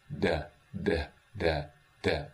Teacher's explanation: slack voice, which is not quite allowing the breath through, but not fully modal